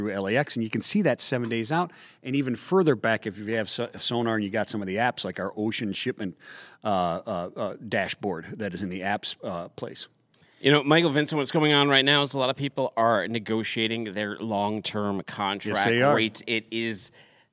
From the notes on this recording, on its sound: coming to you live from day one of Global Supply Chain Week